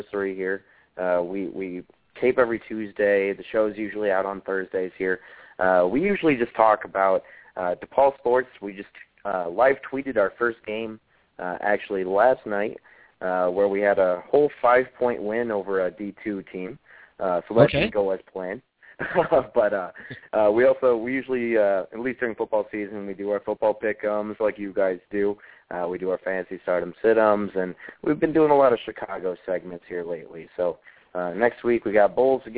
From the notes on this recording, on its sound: In Spokane called in with his 3 year old.